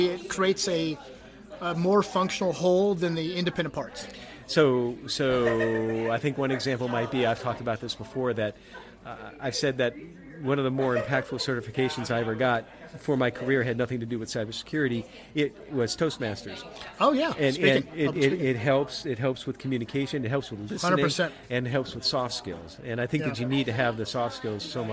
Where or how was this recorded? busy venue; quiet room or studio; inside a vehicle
busy venue